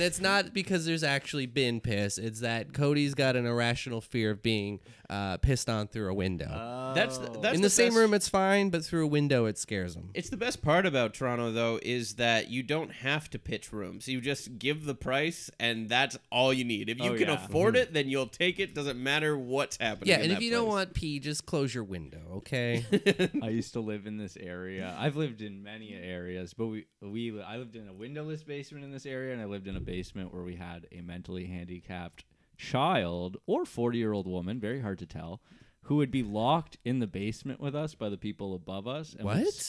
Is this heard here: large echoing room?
no